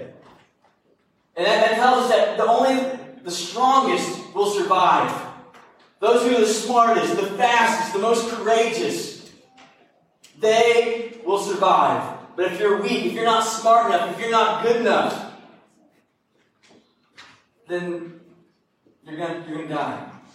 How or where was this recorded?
large echoing room